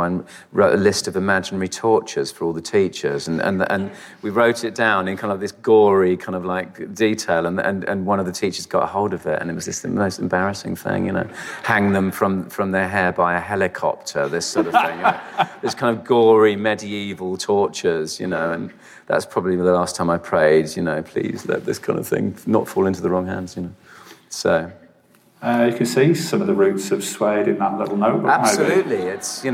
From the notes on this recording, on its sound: live at The Rio Cinema in London